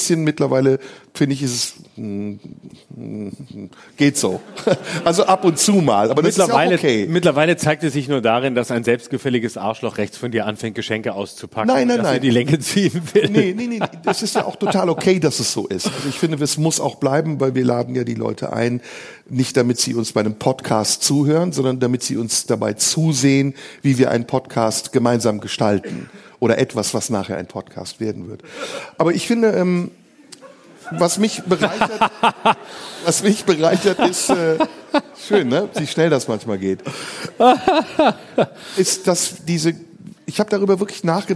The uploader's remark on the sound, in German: Live aus dem Tipi. Live-Podcast im Tipi.